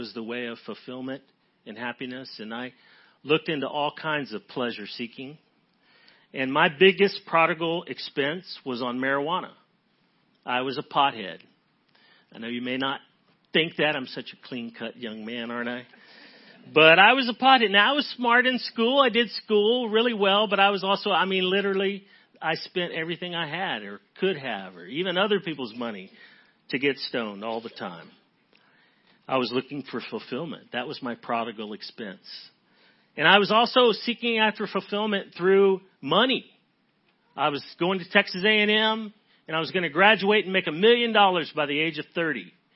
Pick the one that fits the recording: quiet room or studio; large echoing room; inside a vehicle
large echoing room